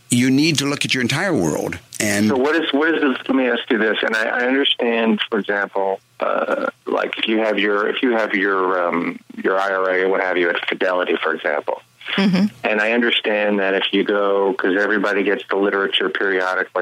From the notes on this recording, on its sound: call-in show